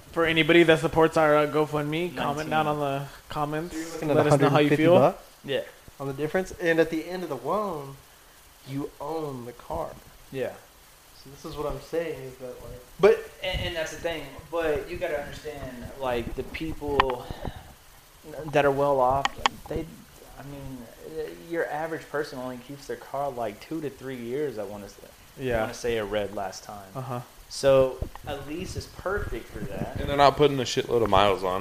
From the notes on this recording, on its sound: This time with all 4 members. The quality is still not exactly where we want it on the audio side.